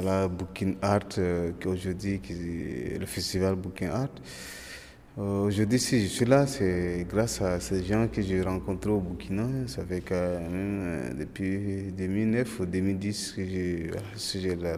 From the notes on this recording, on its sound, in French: Voici mon reportage au Festival Burkin'art organiser par le centre socio-culturel Totout'art à Villeneuve les Avignon.